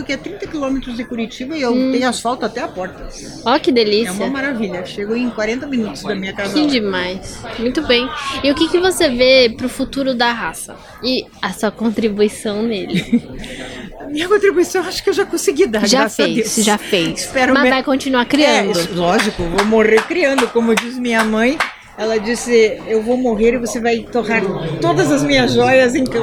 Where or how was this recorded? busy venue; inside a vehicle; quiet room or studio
busy venue